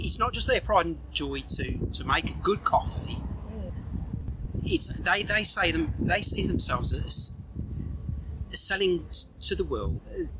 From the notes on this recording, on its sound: I'm still waiting for my better microphones so sorry about the sound!